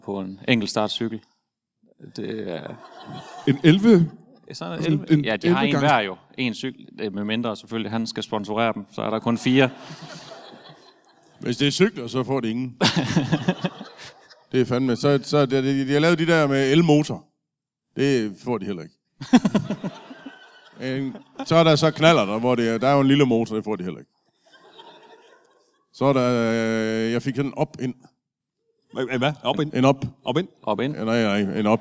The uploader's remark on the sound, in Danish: LIVE fra Esbjerg.